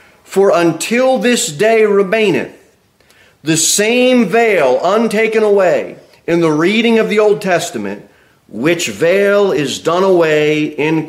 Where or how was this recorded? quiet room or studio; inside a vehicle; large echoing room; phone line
large echoing room